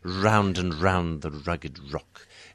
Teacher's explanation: it was very easy to slip into a zh kind of sound. I had to kind of retroflex a little bit more so that it was less zh-like · Term: fricative lip-rounded R